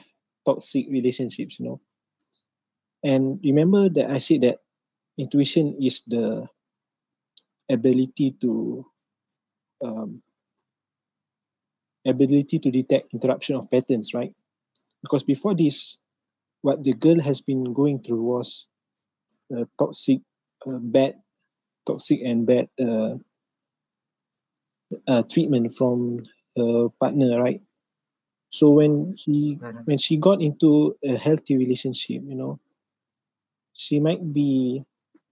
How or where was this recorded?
video call